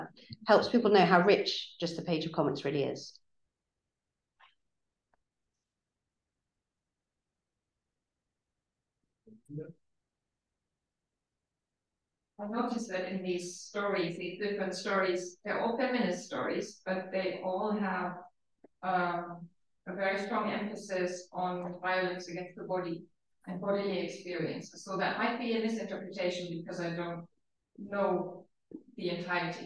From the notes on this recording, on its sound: Lecture recorded at Senate House, Malet St, London WC1E 7HU